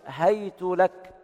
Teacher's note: فتح الهاء وضم التاء